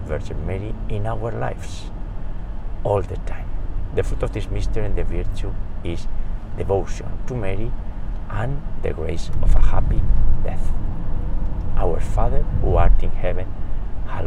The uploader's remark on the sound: We pray today's Rosary while driving around New York State.